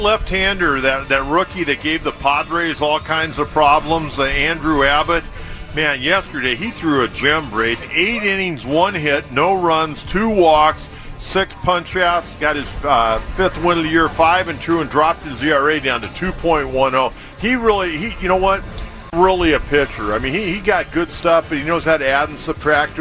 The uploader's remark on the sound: Live from Del Mar Opening Day